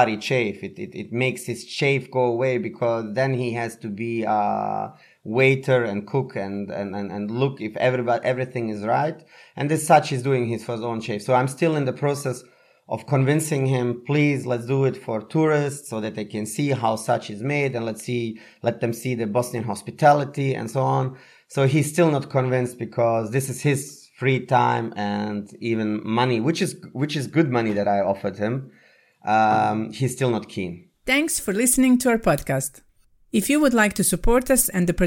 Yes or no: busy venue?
no